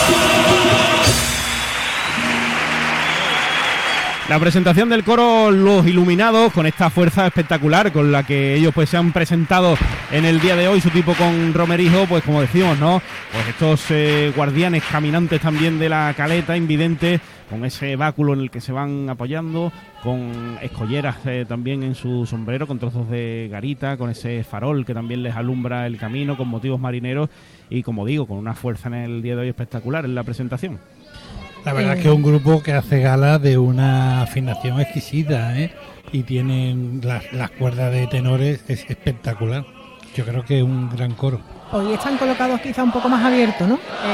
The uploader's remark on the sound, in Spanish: En los cuartos de final del COAC 2024. En directo desde el Gran Teatro Falla de Cádiz, escucha la retransmisión del Concurso Oficial de Agrupaciones Carnavalescas del Carnaval de Cádiz 2024 en Onda Cero Cádiz.